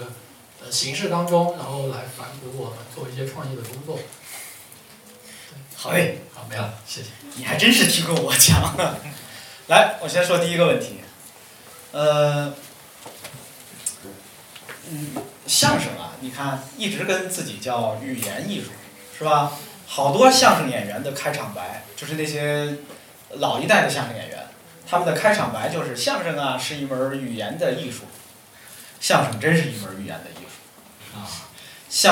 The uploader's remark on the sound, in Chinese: 同近百位在场的读者朋友谈了一些与广告创意业务、行业相关的问题。这是不久前《文案的自我修养》一书在北京建投书店举办的读者沙龙——「创意工人聊天会」的现场录音。到场的既有各路老朋友，也有来自各互联网公司、广告公司、创业工作的相关同行。